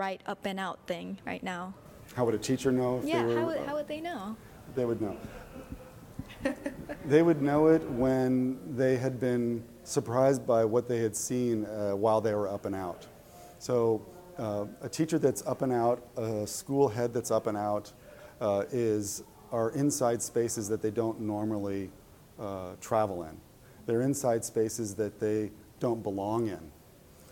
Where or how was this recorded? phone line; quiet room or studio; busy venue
busy venue